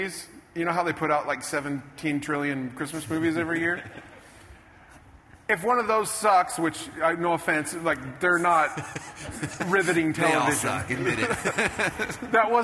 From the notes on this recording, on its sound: Here is the conclusion of the special conversation I had on stage at a Traffic Secrets event.